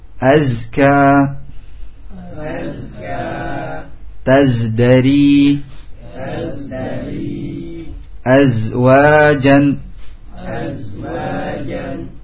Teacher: Itu bentuk sofirnya dari huruf zai, ya. Dengan adanya suara yang melintas kepada bibir.